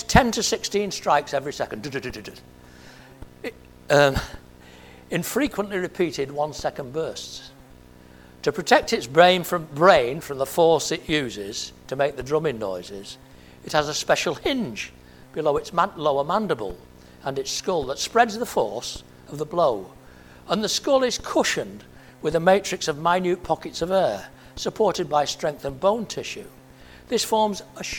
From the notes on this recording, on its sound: at Family Church Westhoughton